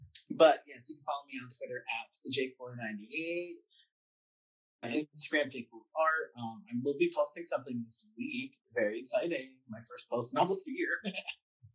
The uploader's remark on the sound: The audio may be a bit funky. This episode was recorded remotely.